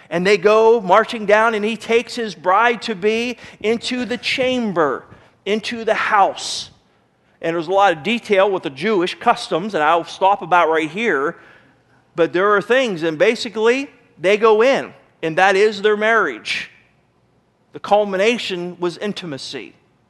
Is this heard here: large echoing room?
yes